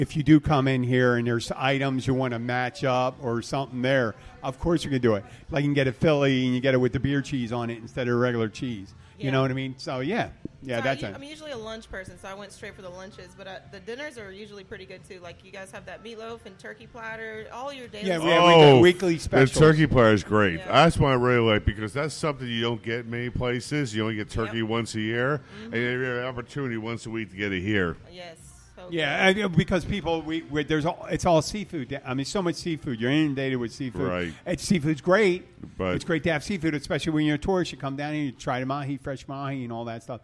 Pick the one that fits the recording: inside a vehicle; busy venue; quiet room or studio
busy venue